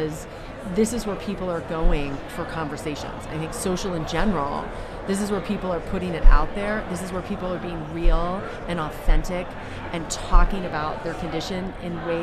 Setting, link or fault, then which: setting, busy venue